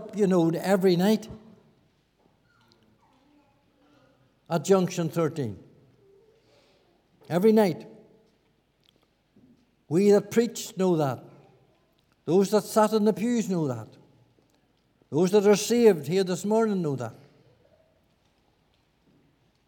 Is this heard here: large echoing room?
yes